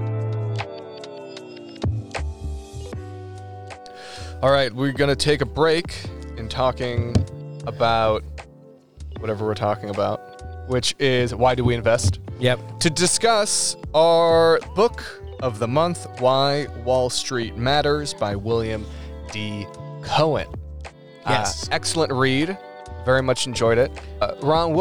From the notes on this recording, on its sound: We took this episode outside for the first time.